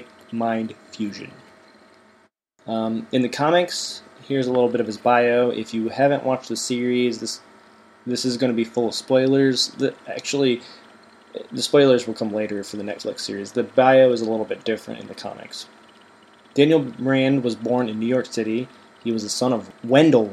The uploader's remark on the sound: There is a slight buzzing noise coming from the computer fan throughout the episode